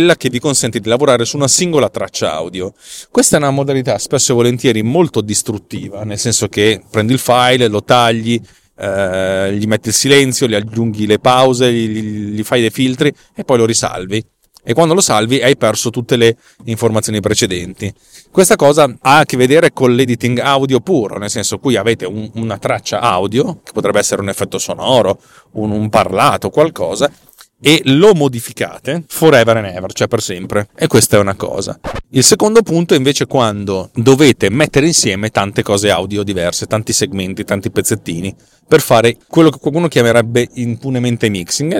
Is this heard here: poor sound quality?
no